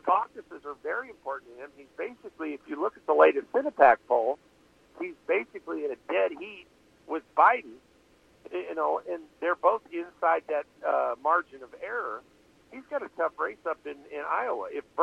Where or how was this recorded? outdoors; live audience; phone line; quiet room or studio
phone line